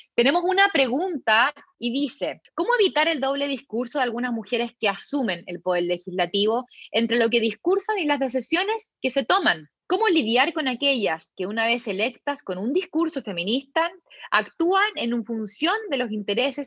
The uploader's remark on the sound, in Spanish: grabado durante el taller virtual